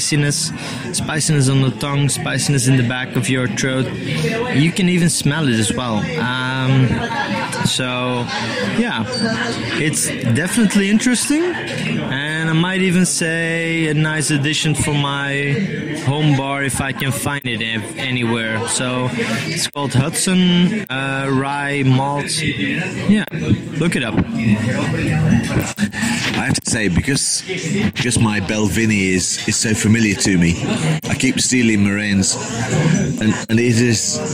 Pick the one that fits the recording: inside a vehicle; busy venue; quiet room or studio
busy venue